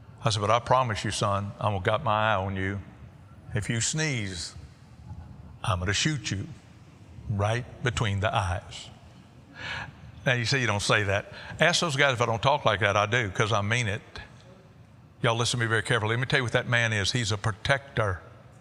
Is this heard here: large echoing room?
yes